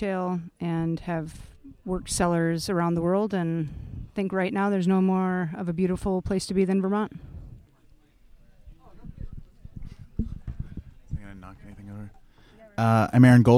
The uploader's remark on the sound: Joined the Shacksbury Cider team for their annual Harvest Camp (also known as Shackscamp)! Hosted at Camp Betsey Cox in Pittsford, Vermont. We gathered the whole crew around a picnic table to record a special on-location episode of HRN Happy Hour.